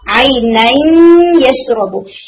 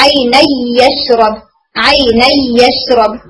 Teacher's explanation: آپ ملاتے تو ہیں مگر جو مرجنگ ہے نا وہ ایسے ہو رہا ہے کہ مکمل نہیں ہو رہی، نون پوری طرح سے ختم نہیں ہو رہا · Shown in: first take · اگر پوری طرح سے ختم ہو جائے تو سام یوں آئے عینین یشرب، عینین یشرب، جبکہ ایسا نہیں ہو رہا. · Term: انکمپلیٹ مرجنگ